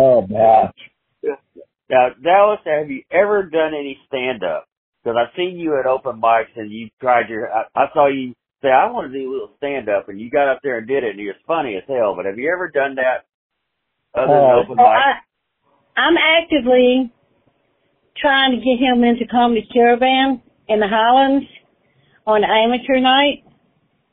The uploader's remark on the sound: call